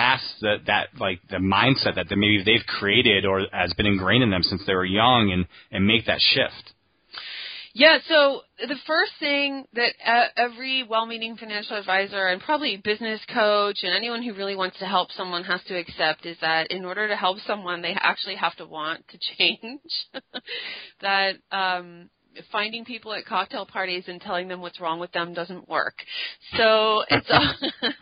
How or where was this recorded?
phone line